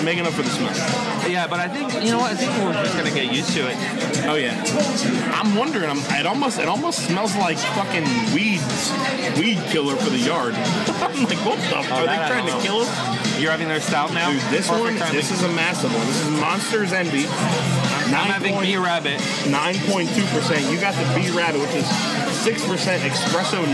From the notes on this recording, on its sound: LIVE from Due South Brewing - Copperpoint Brewing - Mathew’s Brewing. LIVE from 3 South Florida Staples...